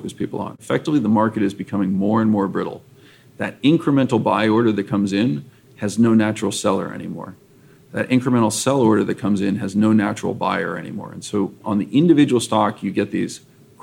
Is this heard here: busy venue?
yes